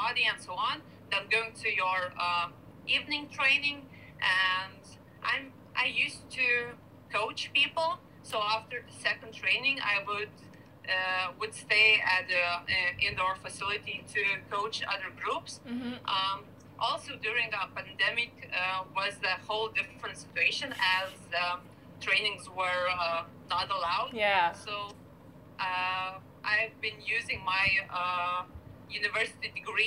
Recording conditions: poor sound quality